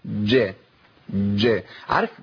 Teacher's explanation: الجيم عندي حرف فيه انقطاع صوت، فيه انقطاع نفس، فيه قوة غير عادية، بيلتصق اللسان في المخرج بشكل، قولوا معايا كده طيب، خلوا مكنوا وسط اللسان مع سقف الحنك، قولوا كده من غير قلقلة، وشوف الحرف هيتفك ازاي. · Term: التعطيش